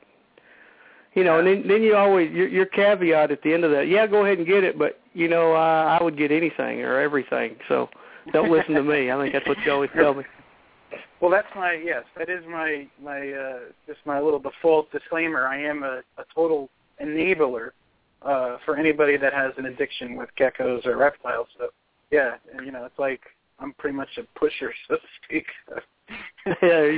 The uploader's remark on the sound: We will open the phone lines for your calls in the second half